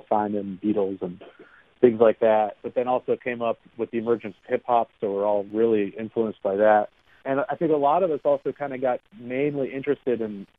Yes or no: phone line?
yes